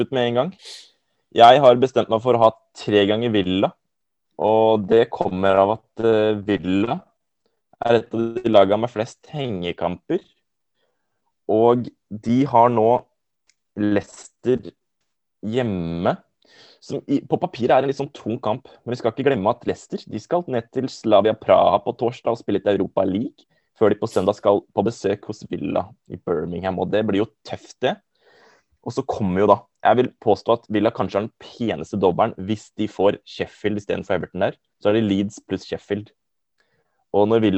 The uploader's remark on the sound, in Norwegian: Gutta sitter i zoom studio.